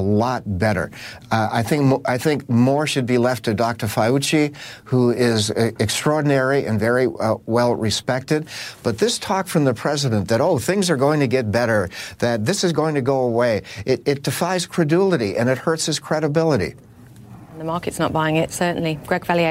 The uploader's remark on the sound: live from the New York Stock Exchange